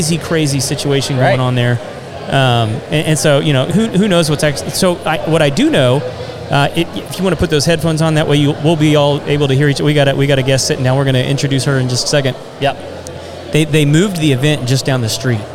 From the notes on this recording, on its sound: In this episode, we are sharing the second half of our latest live event. Live at Rowdy’s in Spring, TX for The Contractors Network event. This is a monthly event held on the third Thursday of every month.